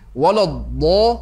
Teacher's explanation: وَلَا must be recited lightly. The heavy part is only the letter ضَاد in the middle.